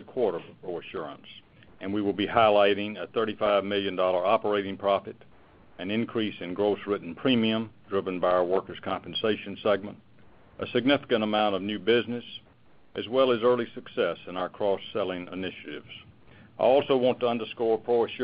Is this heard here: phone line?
yes